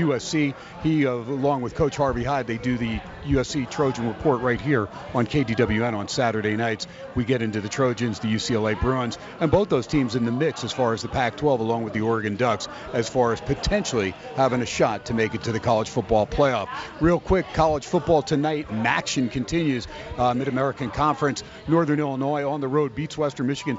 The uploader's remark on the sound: "Live" from Steiner's Pub in Las Vegas